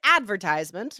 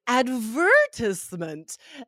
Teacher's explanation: advertisement, the stress on the second syllable · Shown in: second take